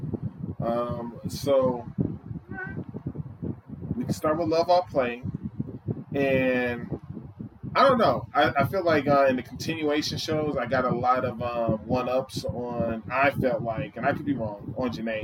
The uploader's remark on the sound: Forgive us for the loud fan sound.